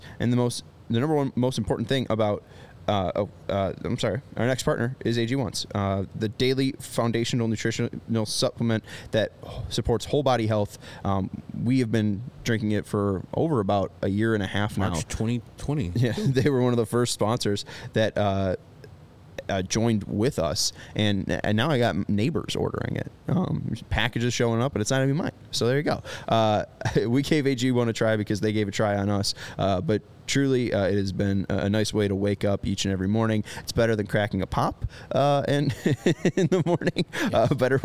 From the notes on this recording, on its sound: live from the ballpark